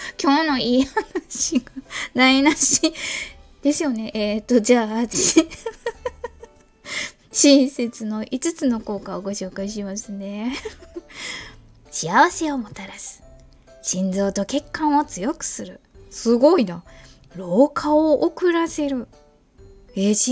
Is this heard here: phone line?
no